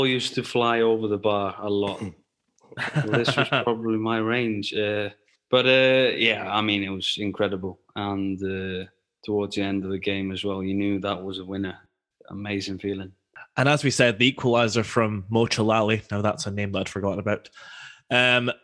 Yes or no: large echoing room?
no